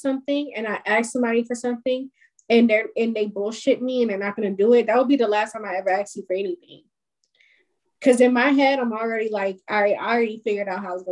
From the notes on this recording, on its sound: This Episode was recorded via zoom.